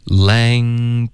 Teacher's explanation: 重点其实就是你的后鼻音要直接连发到 th 的时候，中间会爆一个科 · Term: 添加音